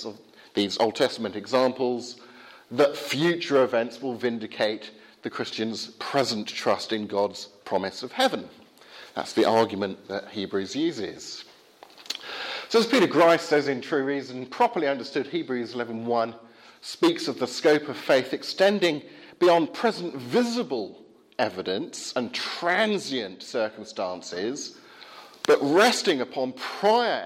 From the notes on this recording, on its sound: Talk from the 2017 Rasonable Faith group at Highfield Church, Southampton.